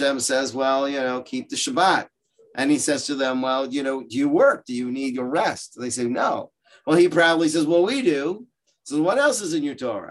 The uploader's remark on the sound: Gives a shiur over Zoom. On Illuminate, Orayta's virtual adult beit midrash.